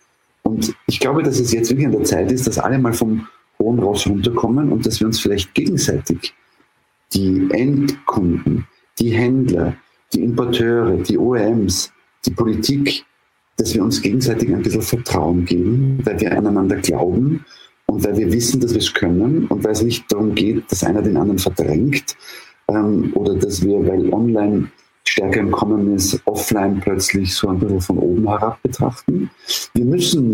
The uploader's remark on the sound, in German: Aufgrund eines technischen Problems ist die Klangqualität der Aufnahme leider schlechter als üblich.